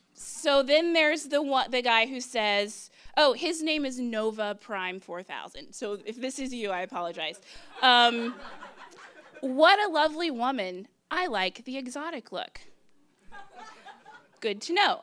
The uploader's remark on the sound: Story Slam 2015. For Detours' second live storytelling event, "Story Slam" we asked people to share their bad dating experiences, along with a piece of dating advice.